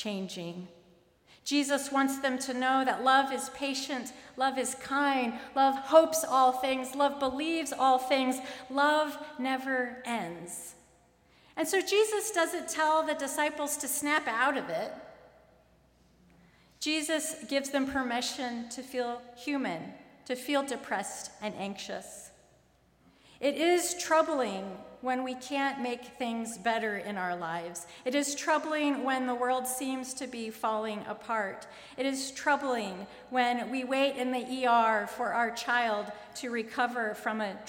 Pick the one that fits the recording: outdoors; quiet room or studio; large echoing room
large echoing room